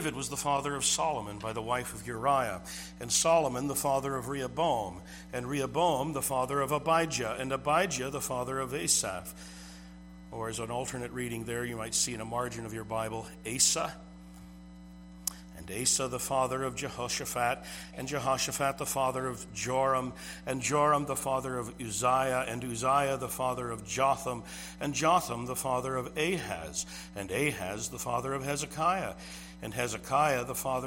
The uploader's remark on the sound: This sermon was preached at Twin Cities Bible Church, St.Paul, MN.